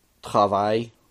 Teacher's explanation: that R trill is coming back from the back of the throat, not so much the teeth in the front of the tongue. · Term: more guttural